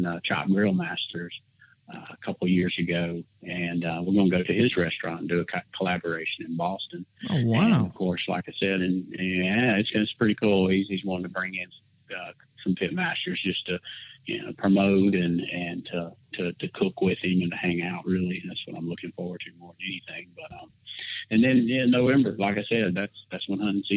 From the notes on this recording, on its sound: we found another time to record over the phone